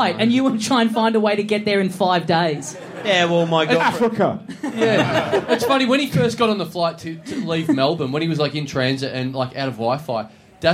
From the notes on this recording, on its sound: Live! Big live podcast and stand-up show.